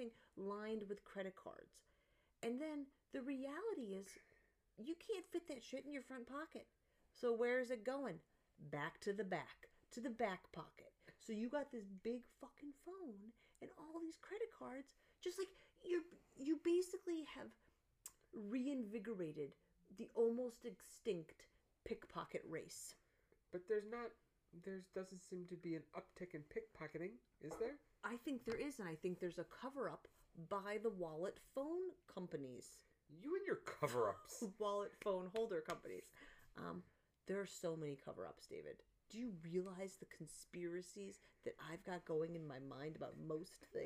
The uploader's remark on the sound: I forgot to turn the mic on when we recorded this so turn up the volume!